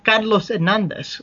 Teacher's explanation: Technically, my name takes an accent over the A in Hernandez, and you don't pronounce the H, so it'd be Carlos Hernandez, you know, if you were going to say it with a Spanish / Cuban accent.